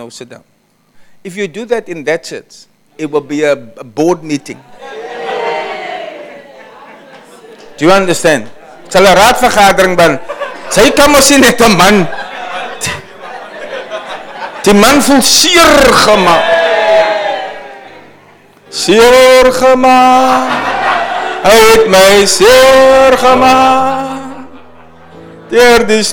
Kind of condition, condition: setting, live audience